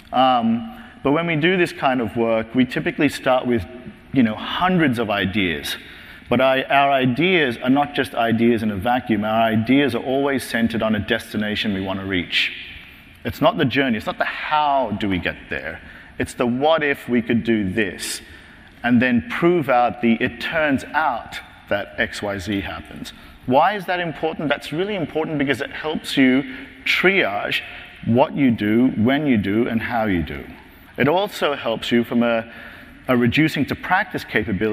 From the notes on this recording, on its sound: In this podcast, first presented at the 9th annual DPharm: Disruptive Innovations conference